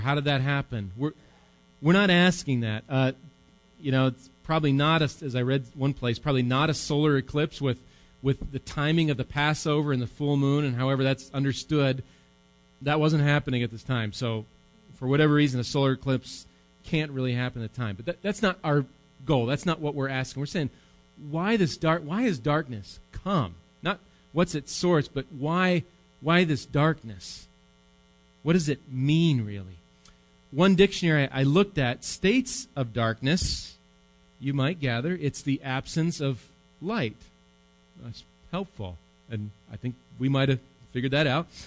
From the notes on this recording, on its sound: Recorded live at Bethany Bible Church on 11/4/18